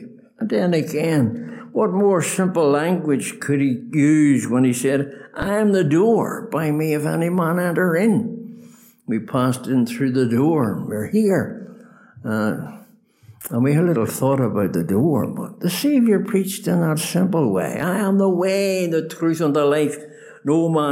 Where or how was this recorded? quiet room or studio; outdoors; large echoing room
large echoing room